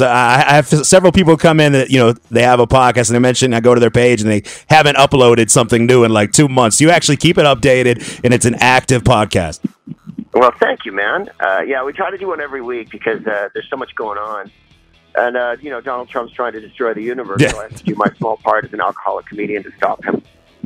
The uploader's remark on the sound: called in to Comedy 1031